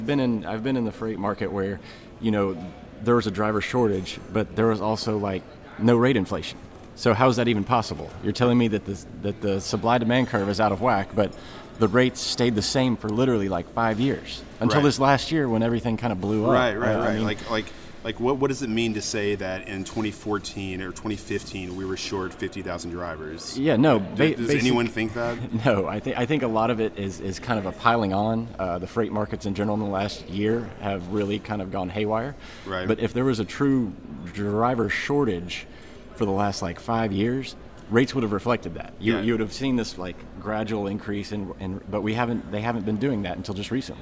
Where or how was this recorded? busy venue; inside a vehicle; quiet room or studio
busy venue